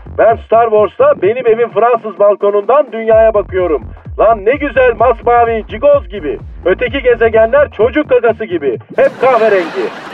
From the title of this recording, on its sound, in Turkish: telefon görüşmesi